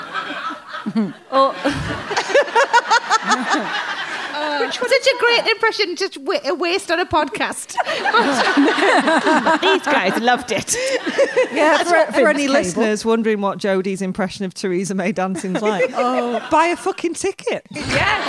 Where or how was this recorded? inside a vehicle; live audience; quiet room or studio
live audience